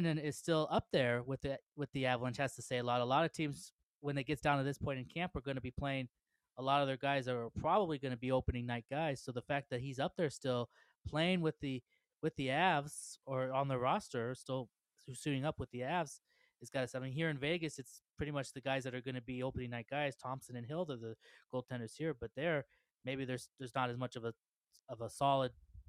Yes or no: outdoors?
no